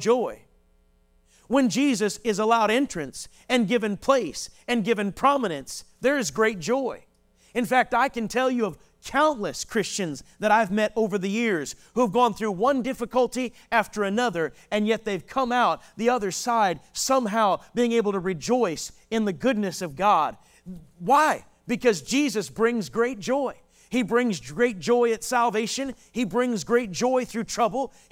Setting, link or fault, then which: setting, large echoing room